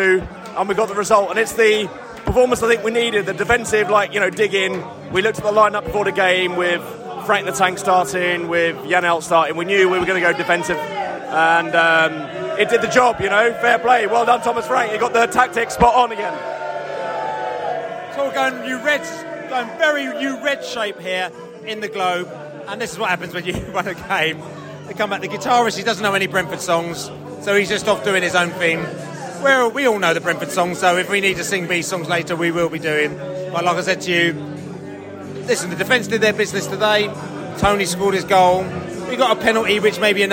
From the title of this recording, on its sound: post-match podcast from the stands